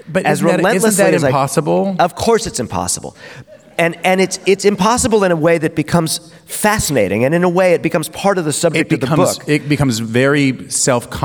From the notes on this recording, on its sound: In front of an audience at the 2023 Portland Book Festival.